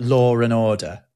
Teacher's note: we do have that intrusive R that we will slip in between two vowels when there isn't an R sometimes, just to help us navigate words.